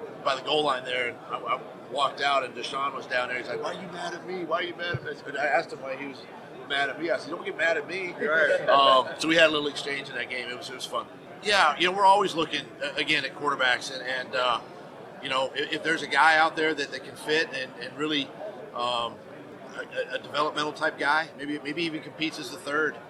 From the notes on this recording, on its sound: Two new press conferences from the Eagles' offseason. Talk to the media at the 2019 NFL Annual Meeting.